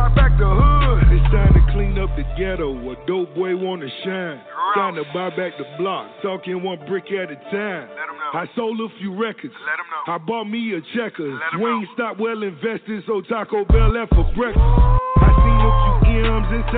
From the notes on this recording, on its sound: We have invited various people to call